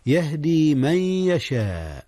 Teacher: أدغم النون في الياء إدغاما بغنة